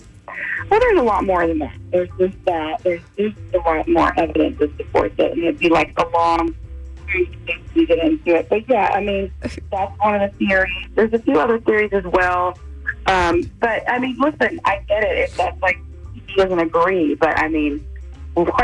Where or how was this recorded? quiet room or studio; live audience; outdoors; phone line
phone line